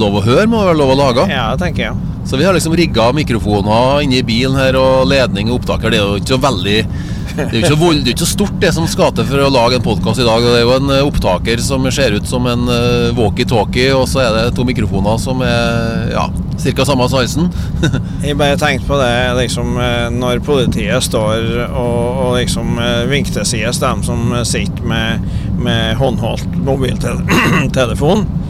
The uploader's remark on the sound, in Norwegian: For første gang har vi spilt inn en artipodd i turnebussen langs E6.Naturlig nok noe bakgrunnsstøy...